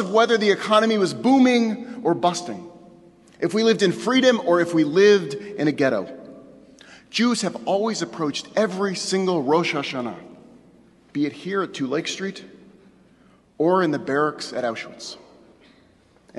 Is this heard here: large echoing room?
yes